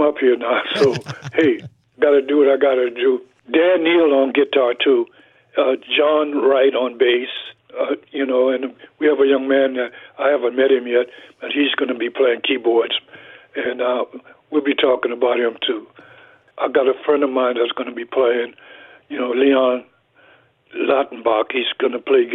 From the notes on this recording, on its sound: hopped on the phone